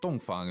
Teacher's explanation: 洞房 is fourth tone and second tone